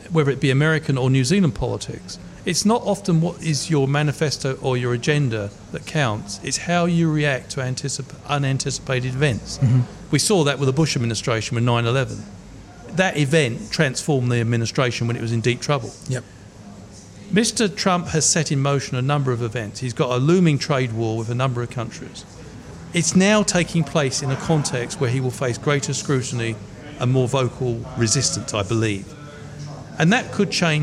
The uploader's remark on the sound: Broadcast live from Ombrellitos